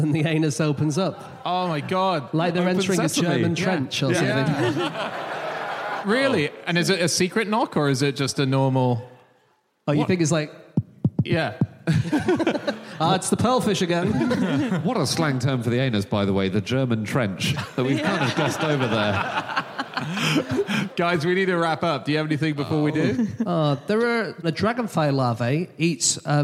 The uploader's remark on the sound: Live from Leicester